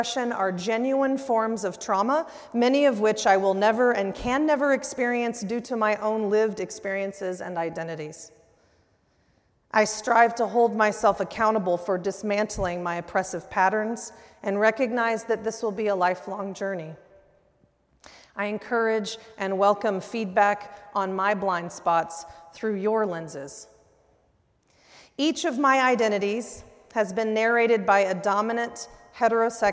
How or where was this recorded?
large echoing room